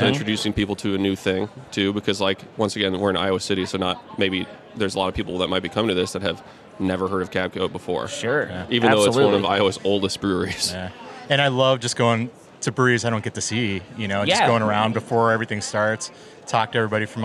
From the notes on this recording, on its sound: Live from BrrrFest!!